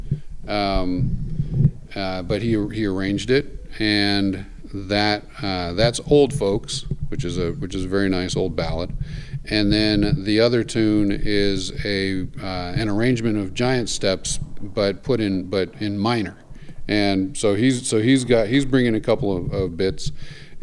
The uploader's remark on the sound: at Jazz Night at the Masonic Temple, Sag Harbor, NY